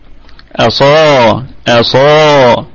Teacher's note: طيب أصابعهم الهمزة أصلية محققة دائما في البدء والوصل، أصابعهم الصاد مفتوحة وبعدها ألف فهي في أعلى درجات التفخيم في الدرجة الأولى لأنها مفتوحة وبعدها ألف، أصا أصا.